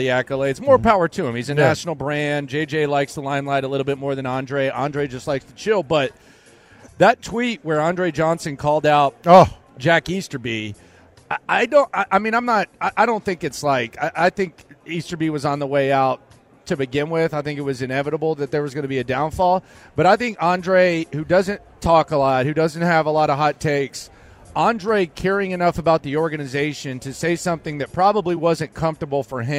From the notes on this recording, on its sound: Last Day In Las Vegas. Live from Radio Row.